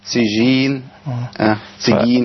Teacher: طرف اللسان مع ما بعد اللثة العليا ما فوق ايه الثنايا العليا · Term: مخرج النون